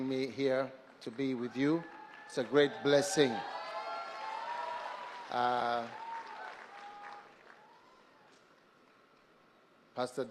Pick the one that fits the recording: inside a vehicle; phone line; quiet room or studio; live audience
live audience